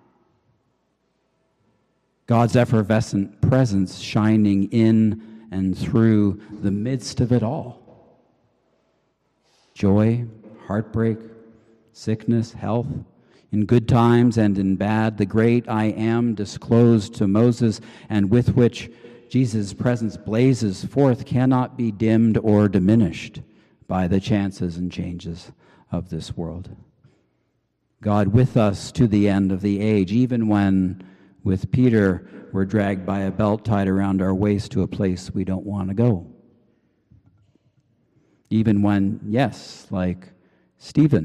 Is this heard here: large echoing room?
yes